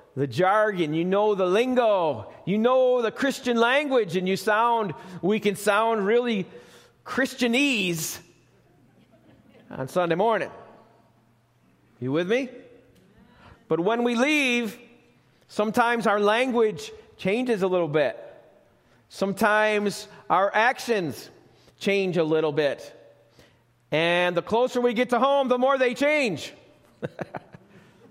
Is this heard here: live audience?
yes